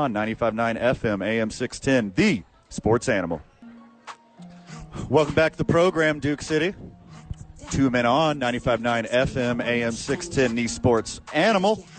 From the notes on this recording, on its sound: Live from Top Golf for the YMCA Charity event.